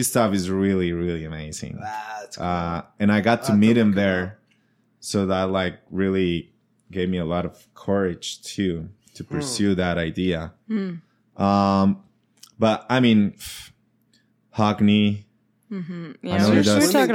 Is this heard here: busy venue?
no